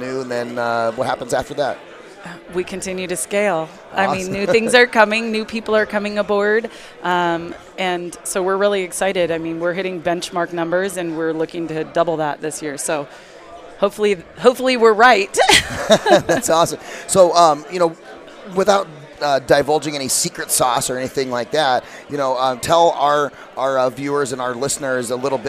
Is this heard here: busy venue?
yes